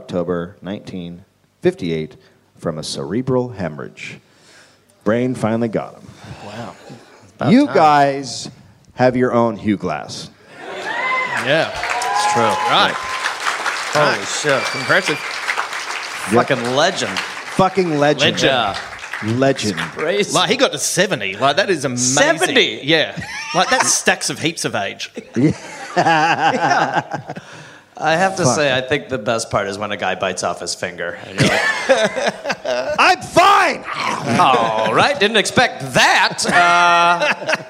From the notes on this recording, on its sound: Live in Australia. Live from Mebourne, Australia.